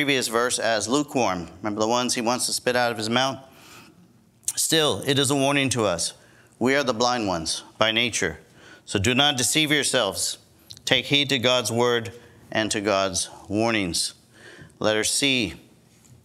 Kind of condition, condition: setting, large echoing room